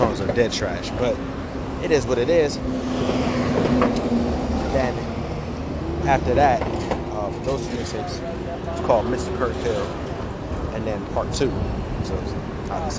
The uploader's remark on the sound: Sorry for the loud noises on the train and bus.